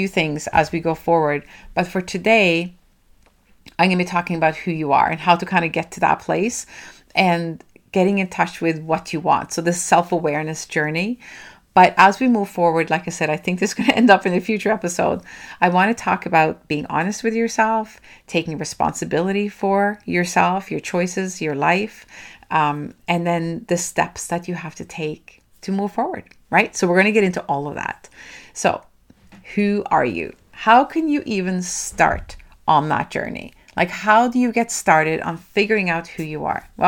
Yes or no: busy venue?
no